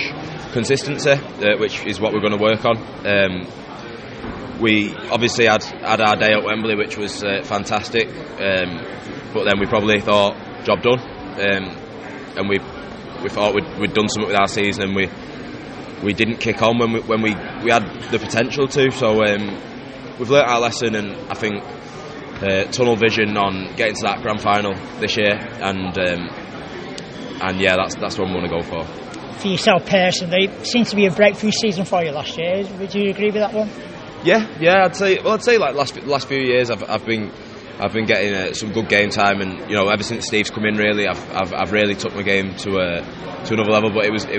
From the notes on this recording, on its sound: ventured to the RFL Launch event at Huddersfield